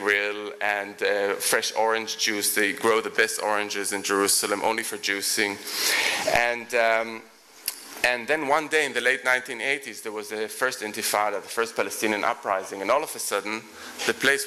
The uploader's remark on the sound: Recorded at The Tabernacle in London in May 2010.